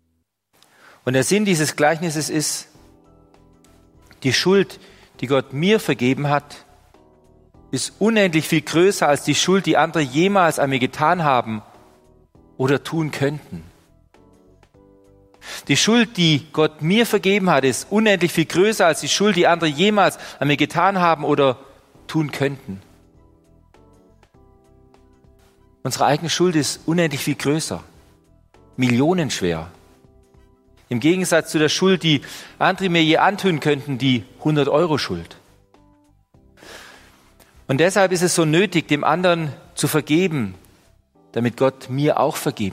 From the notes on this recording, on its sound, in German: Die Predigt aus dem Gottesdienst